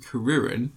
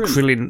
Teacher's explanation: They changed the second R sound to an L · Shown in: second take · so it's Krillin.